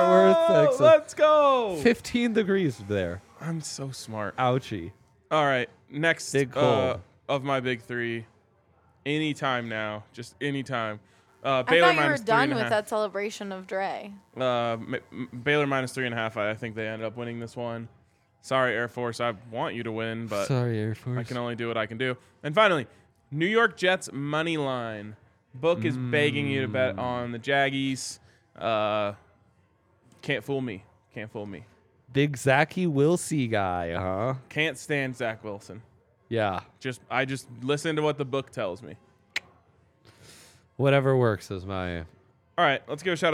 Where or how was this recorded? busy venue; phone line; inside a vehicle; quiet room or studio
busy venue